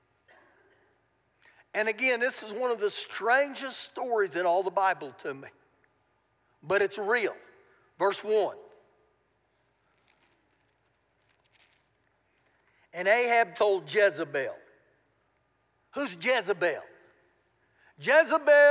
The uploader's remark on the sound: Recorded live during our Sunday morning service